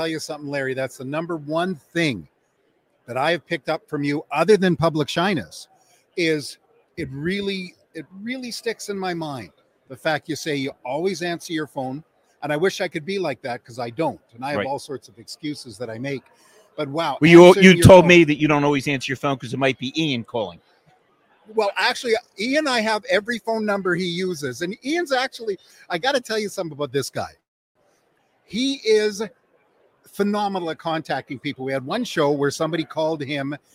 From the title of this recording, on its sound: Live From Driving Sales